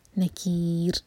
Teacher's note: رو کو ہم ساکن کر کے رکیں گے تو رو باریک ہوگا کیونکہ اس سے پہلے ہے یا اور کسرہ